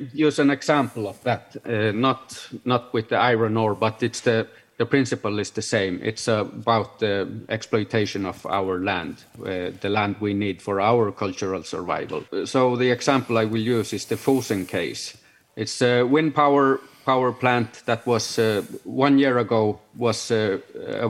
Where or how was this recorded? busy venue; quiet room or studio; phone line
busy venue